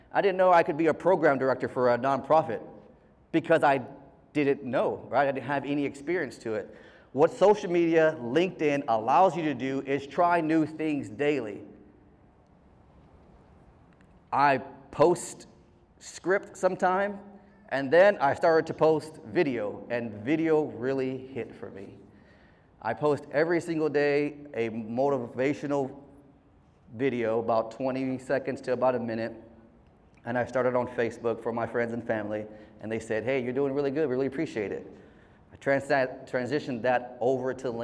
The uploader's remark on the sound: A heartfelt speech delivered by our very own host at the Medical Center's "Veterans, Red, White, and You" event.